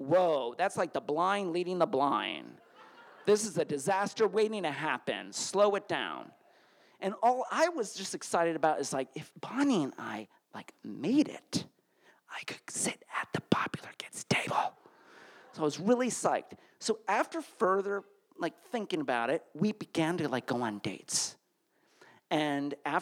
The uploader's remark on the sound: These stories were recorded in front of a live audience on April 6th, 2019 at Provincetown Theater in Cape Cod, Massachusetts.